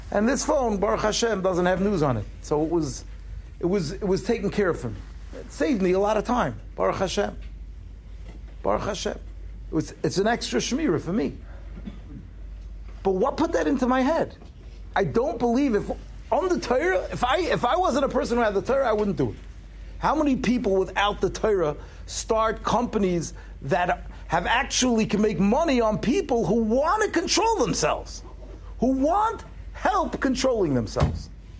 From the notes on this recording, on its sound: Shiur recorded in Yeshivas Ohr Reuven, Monsey, NY.